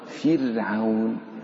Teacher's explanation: فرعون هنا الفاء مكسورة وجاءت بعدها الراء ولم يأتي بعدها حرف استعلاء، فنرقق ونقرأ هكذا فرعون · Term: رقق الراء